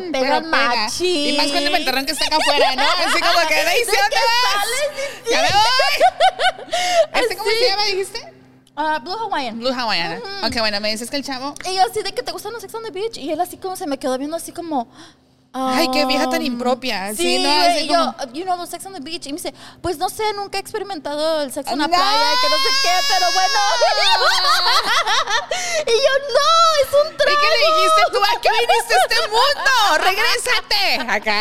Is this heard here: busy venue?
yes